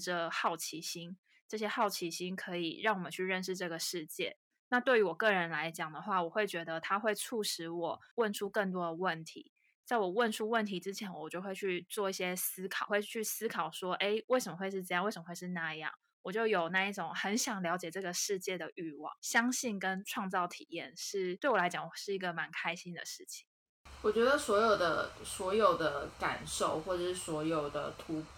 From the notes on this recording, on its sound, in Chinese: 遠程錄音有點雜音